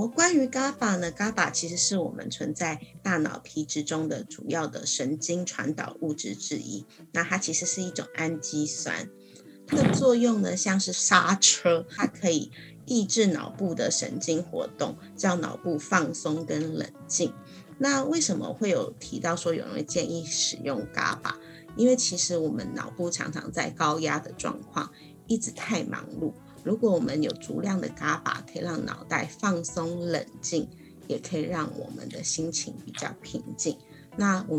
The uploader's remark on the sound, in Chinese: 本集節目採遠端錄音，因此音質上可能會有點雜訊。